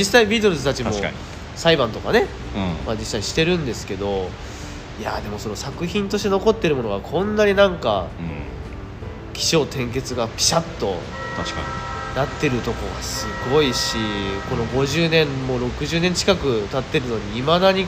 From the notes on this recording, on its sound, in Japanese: 野外でこのPodcastを収録しました。映画館で『Get Back』を見た直後で野外収録！